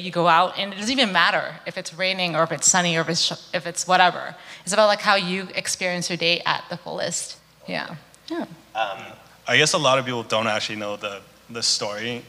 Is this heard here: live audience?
yes